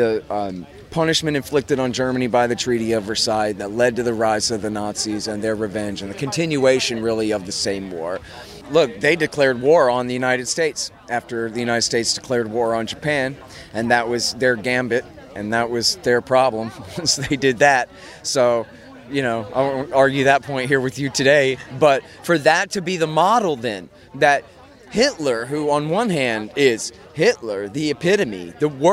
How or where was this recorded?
busy venue